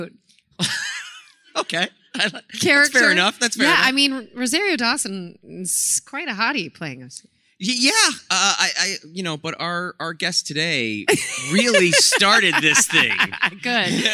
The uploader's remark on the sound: LIVE podcast recording at FanExpo Chicago. Our live audience.